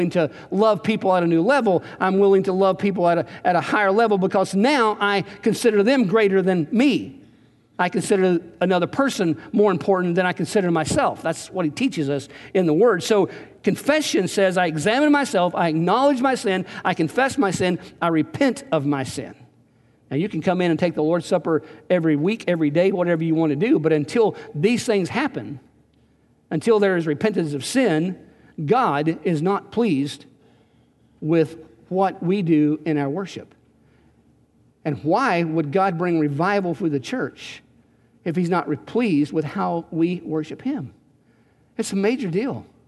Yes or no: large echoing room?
yes